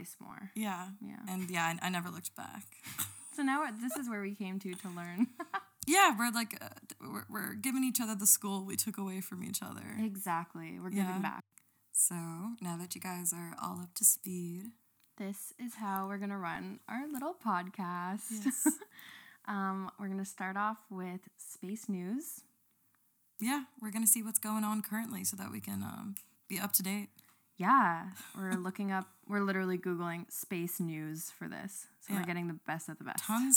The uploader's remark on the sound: We're new to this so we apologize for the sound levels.